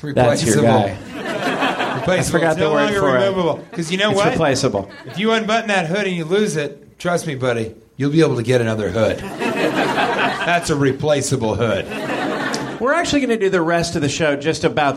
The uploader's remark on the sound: Live from Nerdmelt